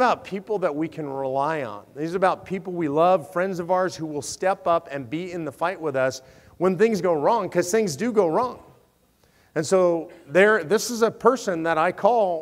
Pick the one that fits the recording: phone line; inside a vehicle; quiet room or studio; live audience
live audience